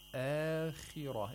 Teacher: the kha is pronounced with the lowest level of tafkhim